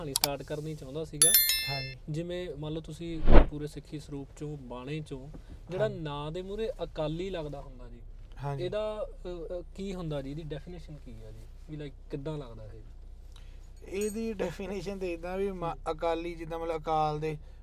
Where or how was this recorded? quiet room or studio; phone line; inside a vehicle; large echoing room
inside a vehicle